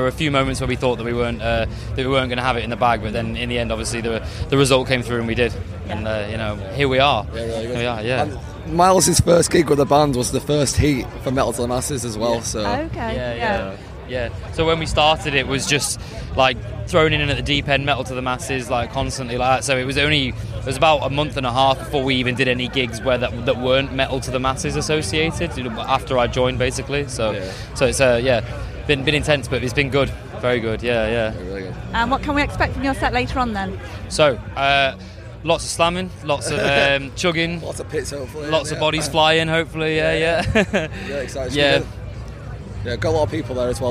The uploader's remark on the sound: It's another of our live interviews from Bloodstock Festival. Before they played later that day on the New Blood stage at Bloodstock.